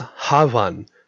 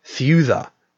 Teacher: The fricatives v, th, and ch were allophones of B, D, and G, respectively, and occurred intervocalically, so between vowels.